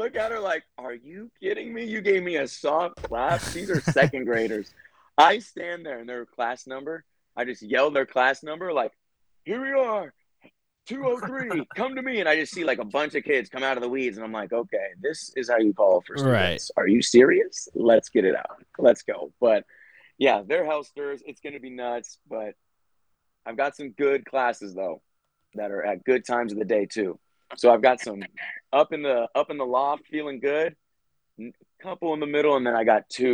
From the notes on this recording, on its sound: The boys are back and we got a full zoom show! Fun times hopping back into our zoom era for a minute.